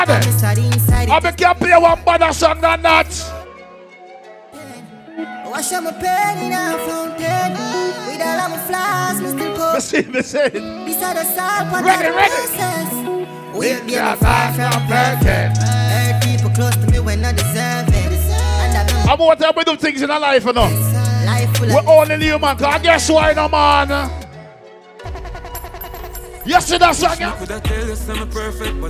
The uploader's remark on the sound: LIVE AT OUTSIDE 5TH AUGUST 2022.